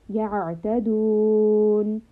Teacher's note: So عين is from the throat. It is also a letter of توسط. So we want a resting sound.